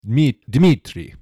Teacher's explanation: There's no vowel between the D and the M.